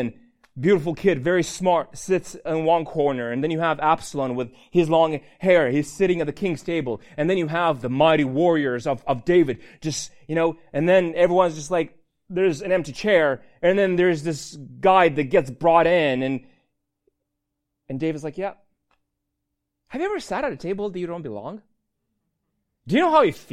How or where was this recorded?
large echoing room